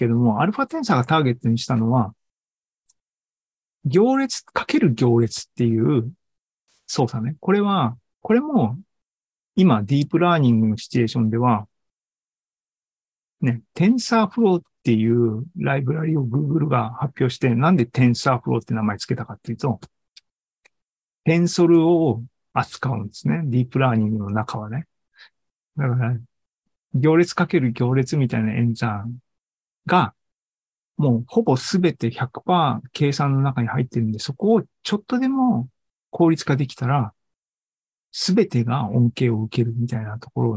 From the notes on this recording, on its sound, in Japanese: ２０２３年６月２４日に開催した ZOOMライブの模様です。